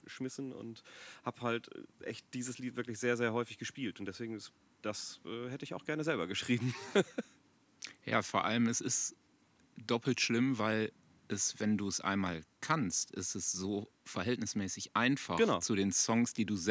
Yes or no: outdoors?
yes